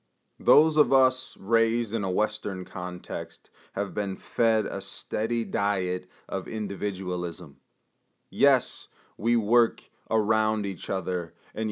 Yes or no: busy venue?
no